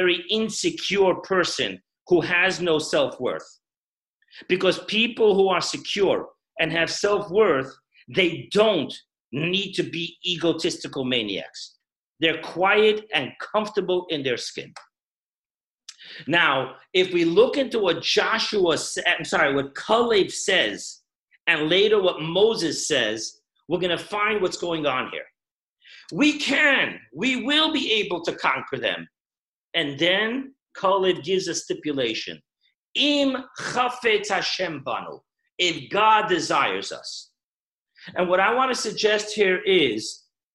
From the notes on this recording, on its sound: Zoomclass